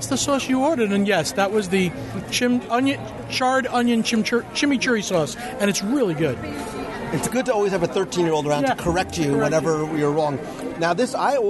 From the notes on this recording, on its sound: Travel with me to Pandora - The World of Avatar in Disney’s Animal Kingdom and join me around the table for a LIVE restaurant review of the Satu’li Canteen.